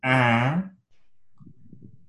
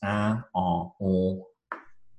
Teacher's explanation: my velum inside my mouth is lowered and there's air flowing through the nose · Term: nasalization